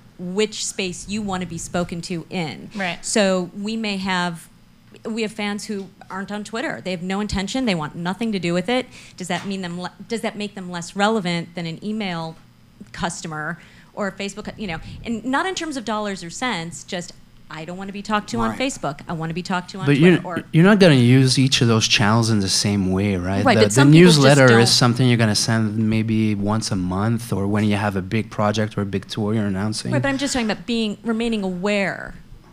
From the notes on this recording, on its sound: SF MusicTech Summit X - February 13, 2012 - Panel Discussion